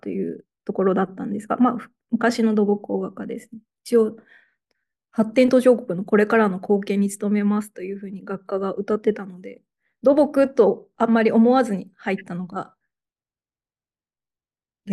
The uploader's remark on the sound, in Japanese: 収録場所： オンライン (Zoom)